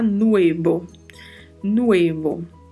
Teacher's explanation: a particularidade aí de pronúncia é a letra V com leve som de B e a pronúncia aí do U e do E, né, que tem que ser bem articulada mesmo, tá?